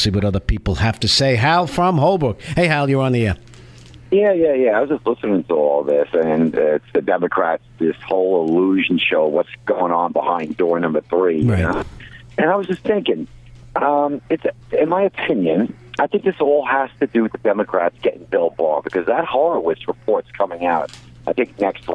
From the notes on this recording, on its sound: On 103.9FM LI News Radio. Taking your calls live on air.